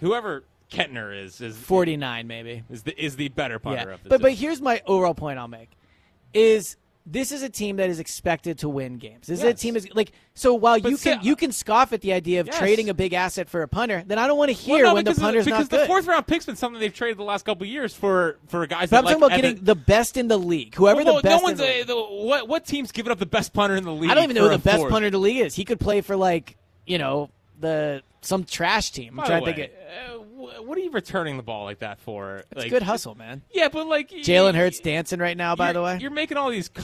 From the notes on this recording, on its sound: Eagles Open Practice Live Reaction. Live at Lincoln Financial Field, reacting to the Eagles only open practice of the season.